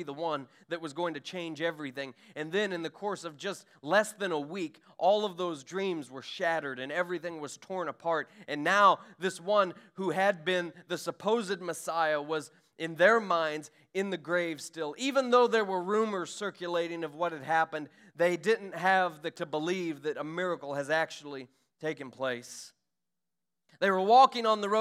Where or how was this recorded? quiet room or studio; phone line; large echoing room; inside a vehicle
large echoing room